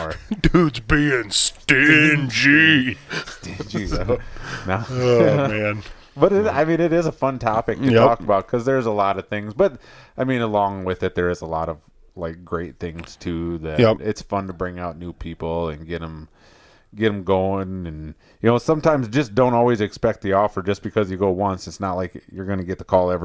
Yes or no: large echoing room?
no